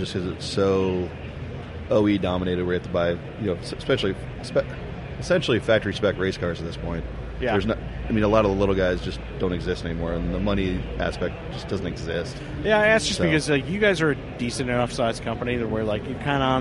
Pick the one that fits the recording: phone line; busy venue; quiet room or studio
busy venue